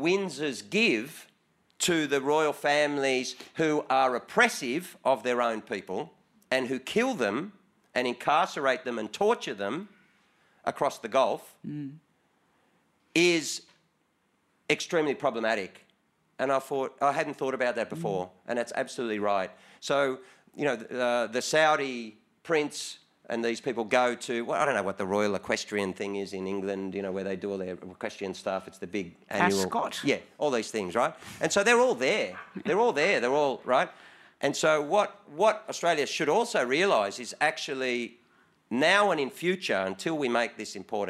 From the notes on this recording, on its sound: This event was recorded at the Wheeler Centre on Tuesday 28 March 2023.